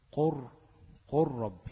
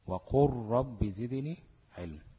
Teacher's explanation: اللام ادغمت في الراء بقت راء، راء واحدة مشددة تبقى ايه قر، قر ربي.